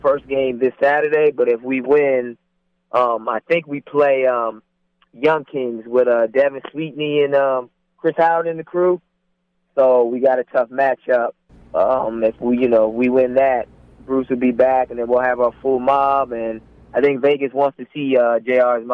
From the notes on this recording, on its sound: Joining the show over the phone